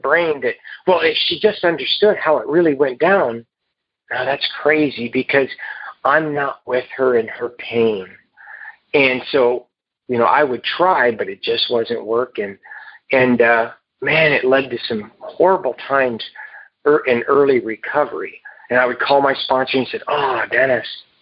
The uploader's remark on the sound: Noon Phone Speaker Meeting